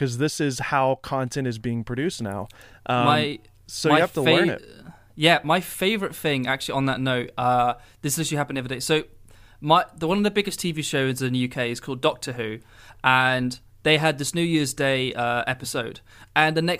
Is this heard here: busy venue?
no